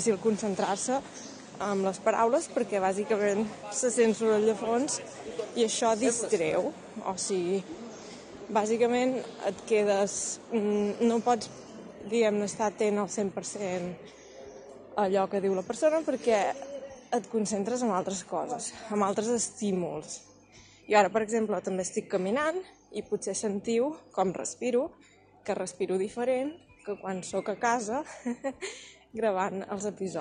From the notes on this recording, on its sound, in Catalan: El repte d'avui és veure si pots entendre el català quan hi ha soroll de fons. En aquest cas, el trànsit i les obres de Barcelona.